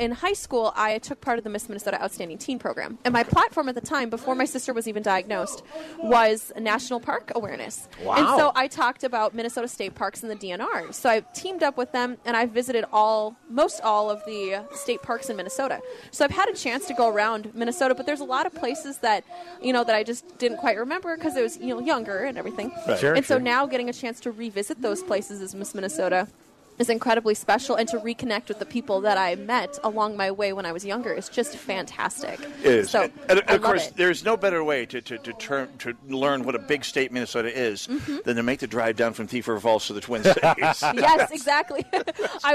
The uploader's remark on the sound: Hole For Heroes Live on Medicine Lake.